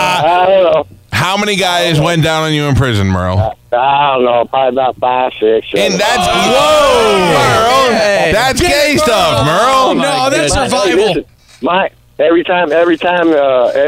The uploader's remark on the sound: a former convict who called